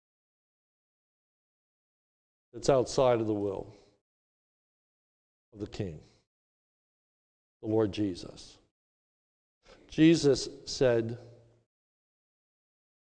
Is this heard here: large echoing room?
yes